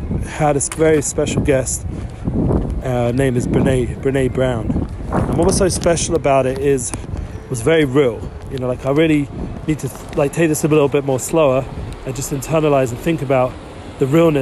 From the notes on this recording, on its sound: Plz excuse the windy cold start which warms up!